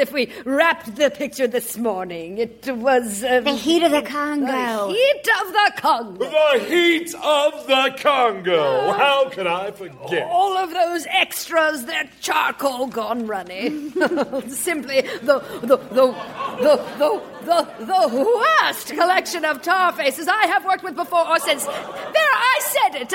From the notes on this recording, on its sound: Recorded Live 1/10/2014 at Largo, Los Angeles.